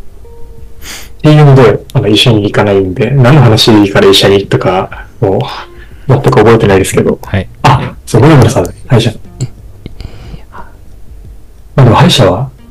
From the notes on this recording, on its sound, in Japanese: 前回と同様、設定ミスで軍事無線音質です。